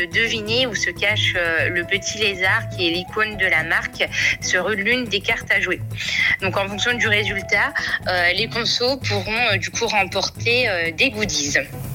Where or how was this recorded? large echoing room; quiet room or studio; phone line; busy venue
phone line